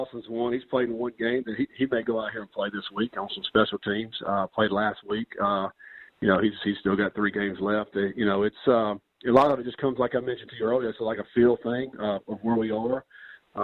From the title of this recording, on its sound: Sun Belt Media Teleconference